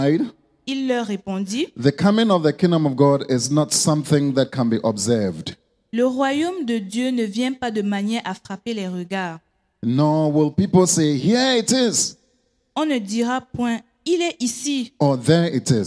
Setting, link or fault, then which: setting, large echoing room